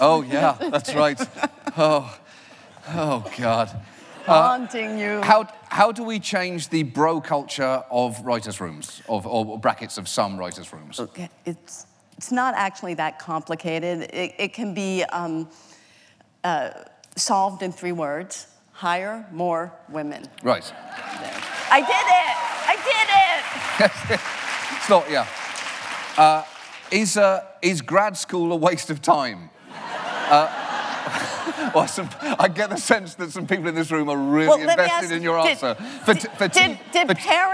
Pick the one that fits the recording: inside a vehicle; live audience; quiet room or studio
live audience